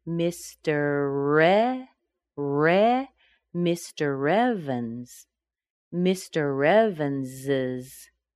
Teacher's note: We still pronounce the word Mr. We've got an R sound at the end. Evans begins with a vowel. We connect them together.